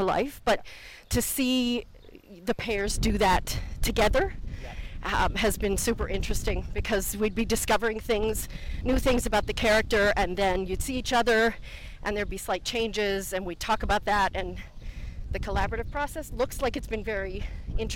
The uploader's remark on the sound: A shame we had no budget, spellchecker or sound quality.